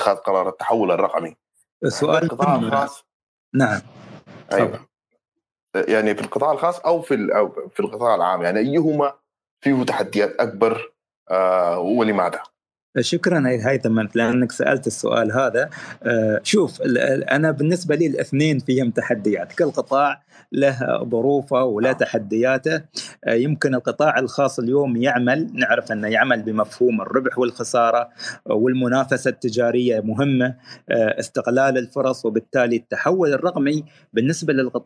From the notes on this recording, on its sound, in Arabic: تسجيل لمساحة ابن رشد الأسبوعية على منصة تويتر